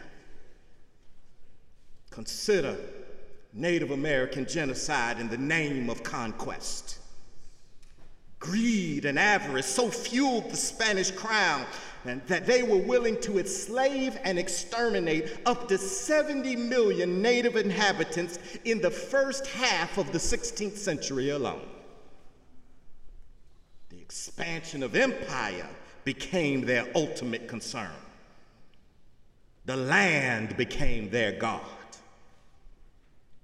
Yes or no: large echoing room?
yes